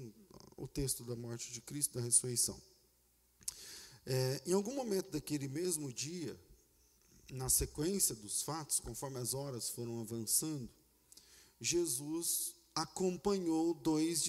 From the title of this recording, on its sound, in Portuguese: Culto ao vivo